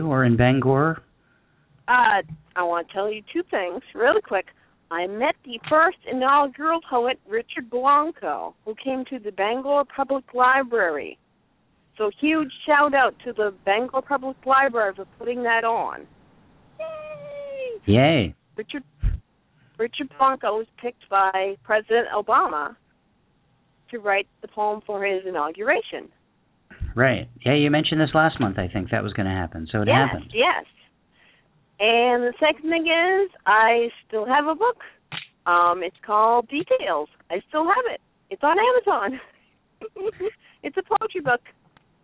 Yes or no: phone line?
yes